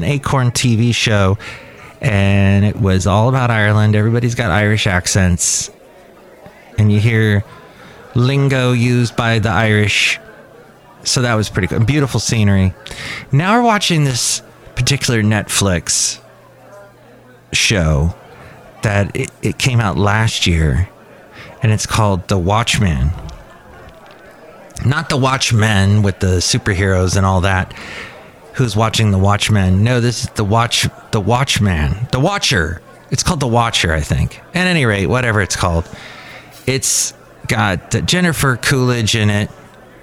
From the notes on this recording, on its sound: podcasts live from Café Anyway